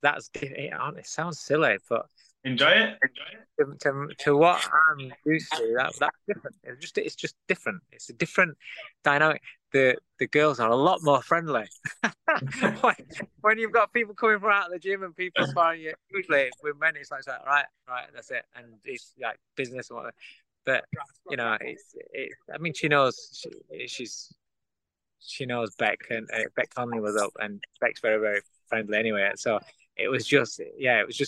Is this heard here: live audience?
no